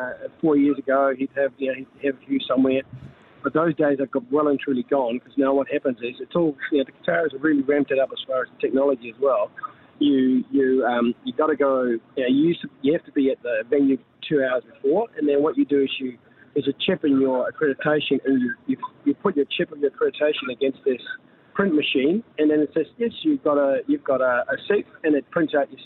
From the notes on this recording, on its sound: On The Bus Home From France Vs Morocco. Live on his way home from the France Vs Morrocco game.